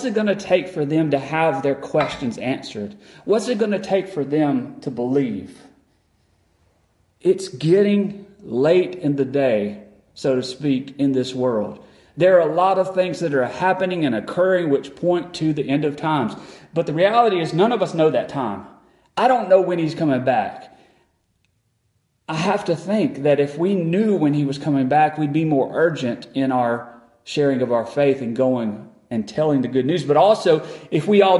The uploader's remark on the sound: Recorded on December 7, 2022 at Friendship Baptist Church.